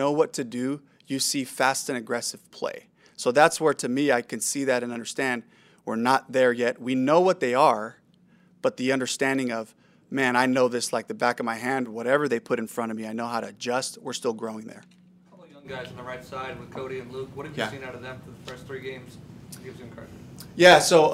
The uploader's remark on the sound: Press Conference